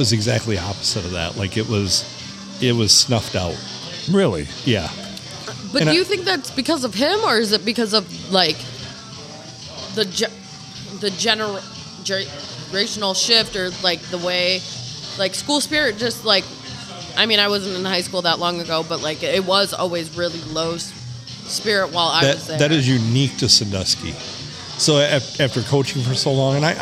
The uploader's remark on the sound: Recorded on a Sunday and bleeding into Monday at the Haunted Blue Water Sports Bar.